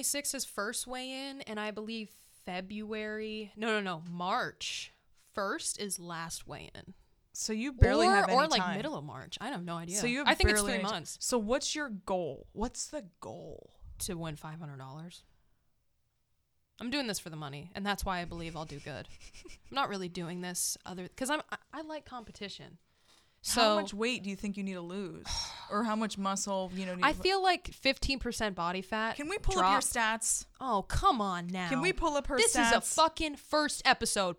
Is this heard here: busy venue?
no